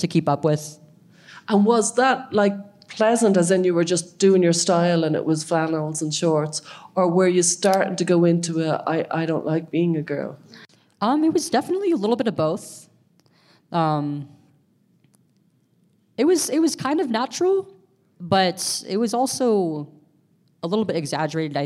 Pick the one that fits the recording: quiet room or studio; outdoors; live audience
live audience